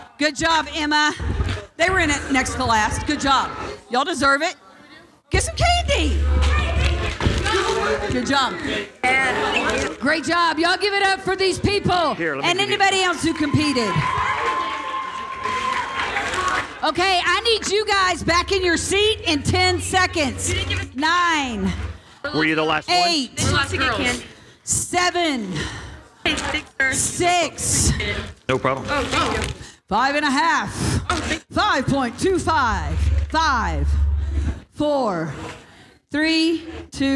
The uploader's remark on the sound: Evening speaker recordings at our Frontier Town teen summer camp services